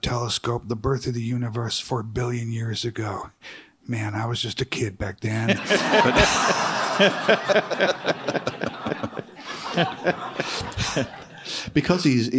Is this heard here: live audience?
yes